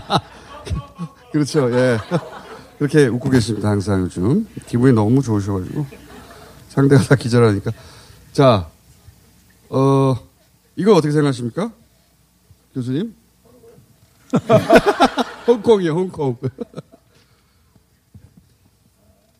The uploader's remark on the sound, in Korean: 특집공개방송 꼭두새벽 라이브. 잠깐만 공연.